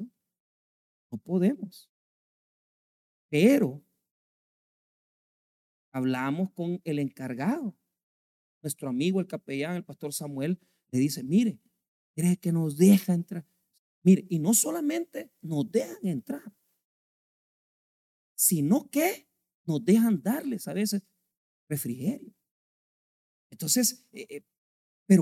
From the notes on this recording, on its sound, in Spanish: en nuestro Culto de Jueves de Estudio Bíblico